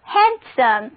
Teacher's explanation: 中间的字母 D 不发音